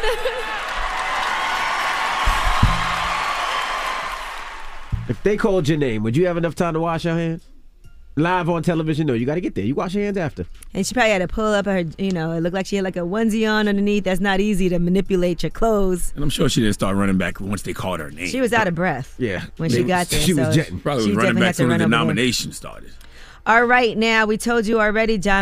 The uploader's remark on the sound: We also opened the phone lines